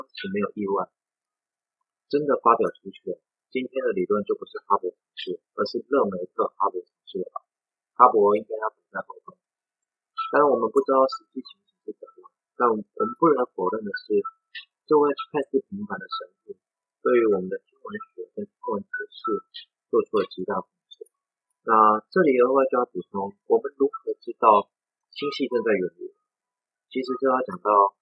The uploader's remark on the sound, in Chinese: 一定會換錄音設備這次再請大家，忍耐一下